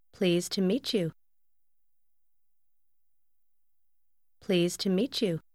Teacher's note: Bạn hãy lưu ý đến các từ trong câu này được phát âm thế nào khi đi liền với nhau. Từ đầu tiên kết hợp với to tạo thành một âm giống như từ please với nghĩa lịch sự và hai từ cuối cũng được phát âm liền với nhau.